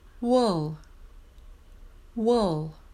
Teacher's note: start with round lips and then unround your lips and move your tongue towards the L position immediately